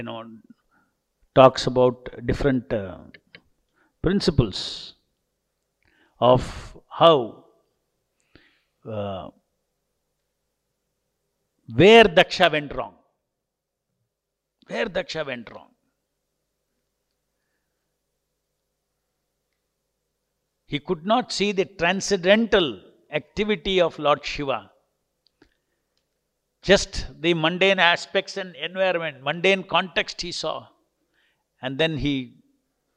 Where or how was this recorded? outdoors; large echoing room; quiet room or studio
large echoing room